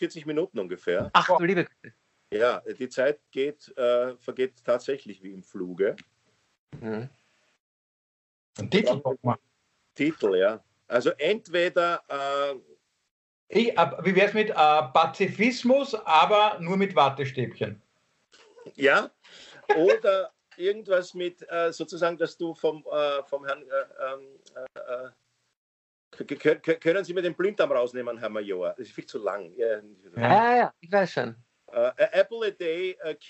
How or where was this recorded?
video call